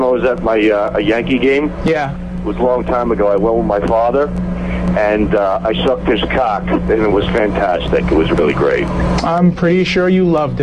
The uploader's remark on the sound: Prank Phone Calls Collection: 17 Crank Calls